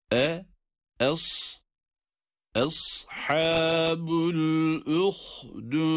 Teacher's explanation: Şimdi hemze e sesiyle, sad ise kalın. E, bakınız bu ses bağlanacak sad harfine.